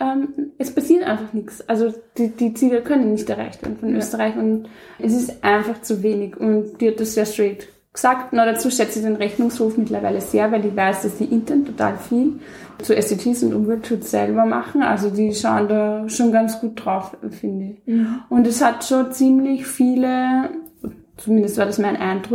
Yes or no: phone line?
no